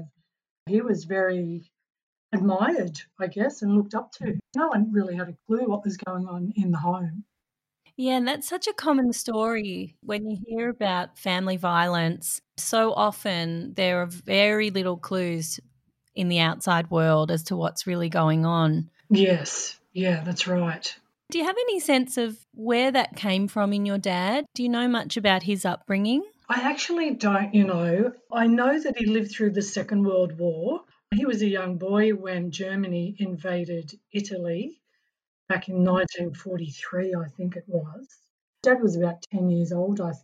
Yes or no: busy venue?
no